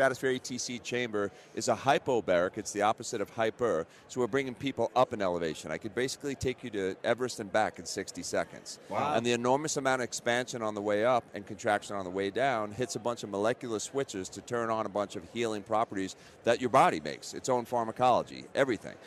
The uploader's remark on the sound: LIVE from Radio Row in Las Vegas!